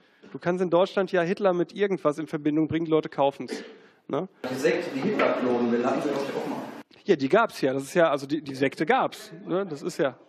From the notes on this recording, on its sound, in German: Vortrag im Unperfekthaus in Essen.